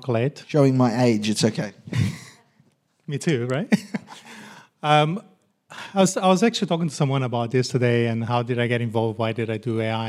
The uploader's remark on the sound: A recent panel discussion that was given at the University of Technology Sydney.